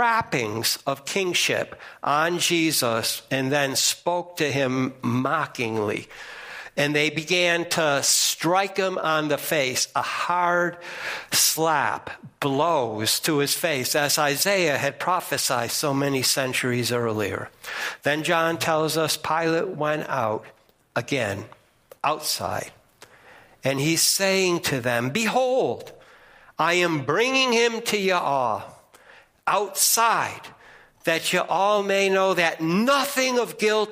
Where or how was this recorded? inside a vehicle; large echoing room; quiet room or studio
large echoing room